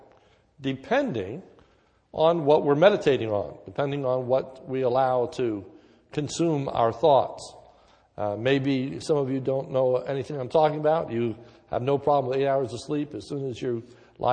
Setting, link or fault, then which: setting, large echoing room